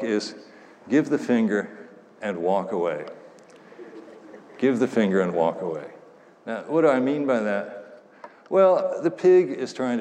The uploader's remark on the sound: Talk at the IOHK Summit conference in Miami Beach.